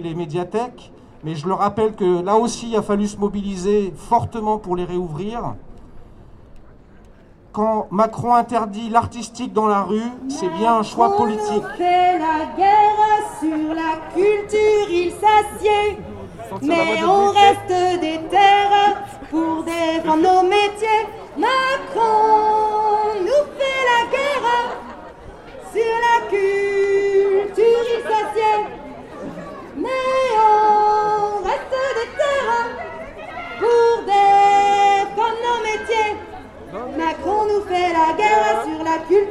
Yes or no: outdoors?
yes